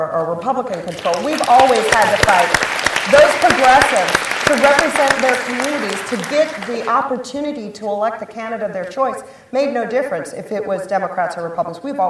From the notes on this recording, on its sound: keynote session of The Texas Tribune Festival